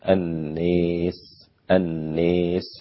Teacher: كلمة الناس ممالة عند الدوري عن أبي عمرو البصري